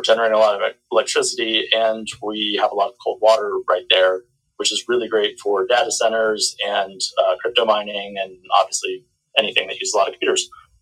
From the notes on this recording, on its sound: This year, we moved those events to the TSI Discord Server and are recording them for this podcast. The audio quality of these first two episodes is a little rough.